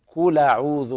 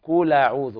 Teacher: من باب التخفيف الهمز ويحذف الهمزة · Shown in: second take